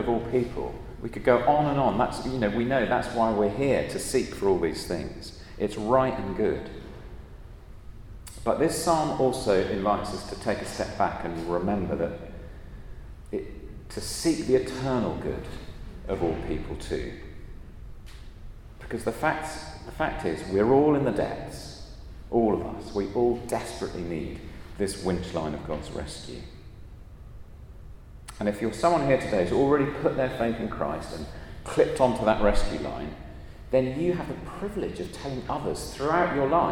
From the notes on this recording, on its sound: at a Christians in Parliament Chapel Service which was held in the Chapel of St Mary Undercroft